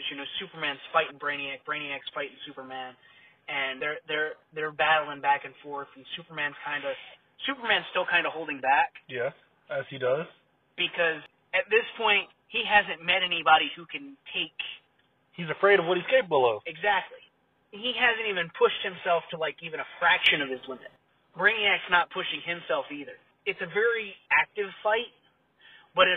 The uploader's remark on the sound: Sorry for the poor audio this part